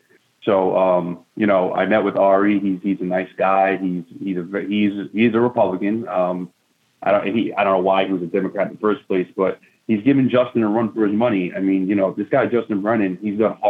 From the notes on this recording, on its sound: called into to talk